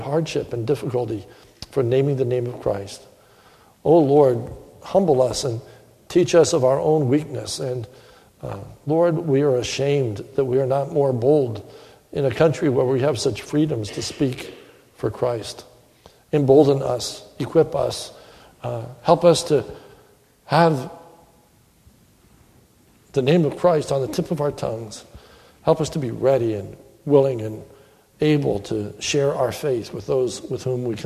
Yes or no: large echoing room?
yes